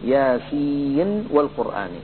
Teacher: بعض القراء رووا هذا الموضع بالإظهار، يعني من غير إدغام